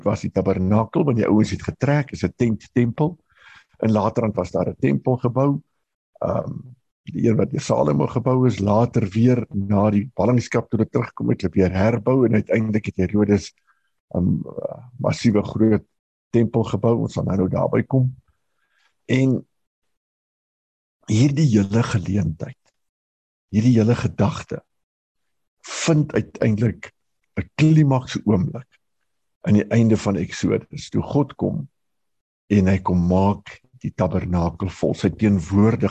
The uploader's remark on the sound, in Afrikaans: Manne van die Woord Zoom Byeenkoms 14 April 2022